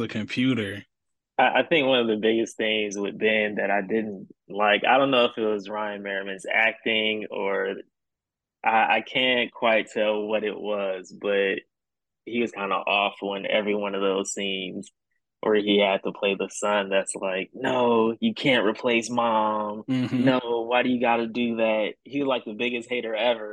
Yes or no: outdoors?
no